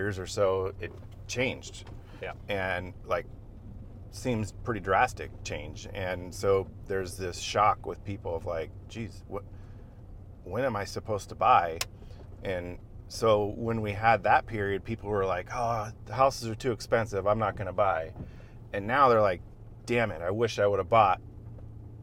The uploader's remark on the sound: All while driving through the stunning landscapes of their latest grouse hunting escapade.